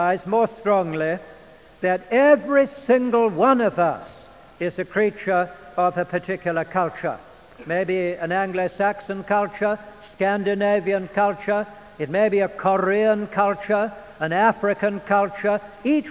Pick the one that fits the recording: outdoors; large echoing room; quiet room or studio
large echoing room